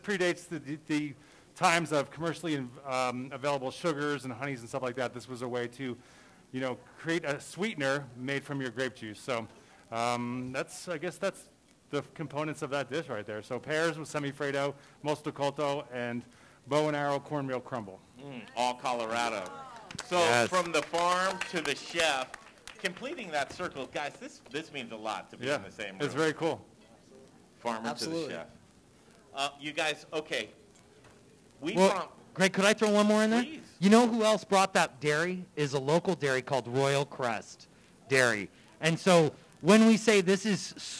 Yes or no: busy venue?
yes